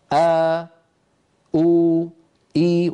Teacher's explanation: لو كانت الهمزة متحركة فيبدأ الصوت بوترين منقفلين ثم يبتعدان هكذا أو إي، وهكذا يكون مخرج الوترين في الهمزة.